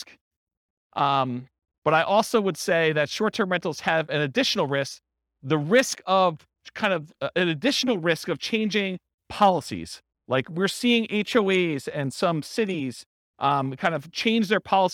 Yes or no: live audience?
yes